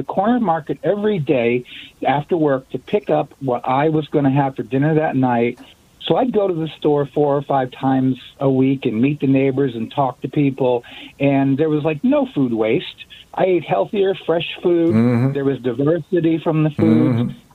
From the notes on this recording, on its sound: We hear from callers